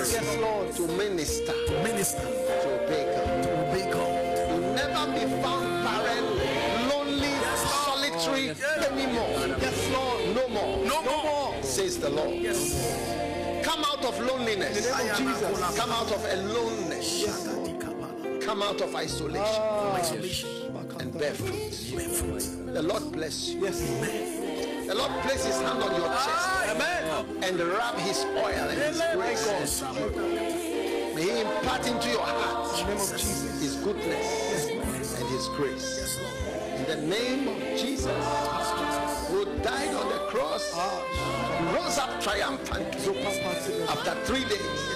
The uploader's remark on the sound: Preached at the FLOW Church Service.